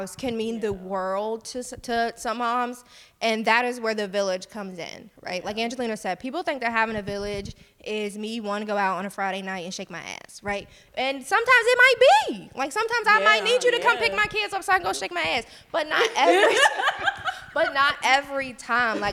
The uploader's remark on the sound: Live Show